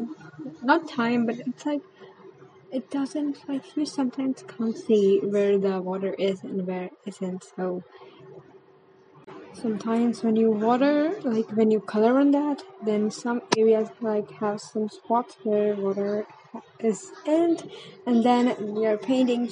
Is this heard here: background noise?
yes